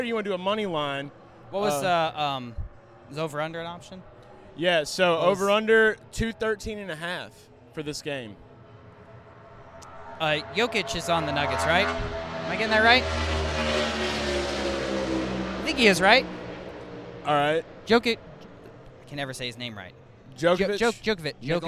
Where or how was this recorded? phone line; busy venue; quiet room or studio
busy venue